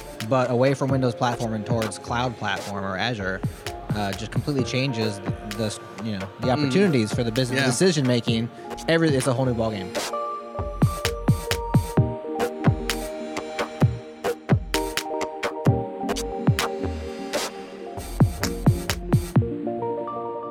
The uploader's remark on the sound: We’re on location at Microsoft Build 2018